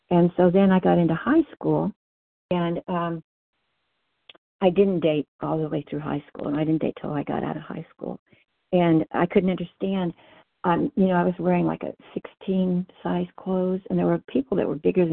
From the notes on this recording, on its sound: 100 Pounders Phone Meeting